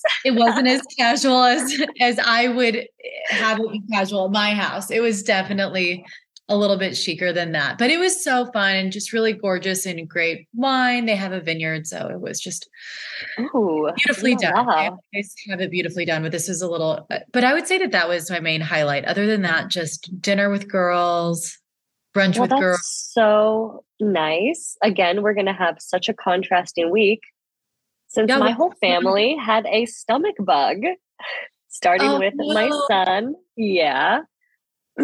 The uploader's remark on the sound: We had to record over ZOOM this week due to scheduling conflicts & illnesses so our audio definitely took a hit. It doesn't sound great.